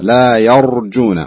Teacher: في كلمة لا يرجون، فخم الراء. ها، فخم الراء.